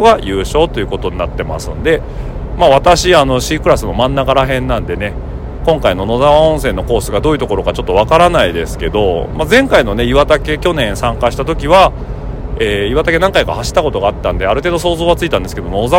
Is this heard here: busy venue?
yes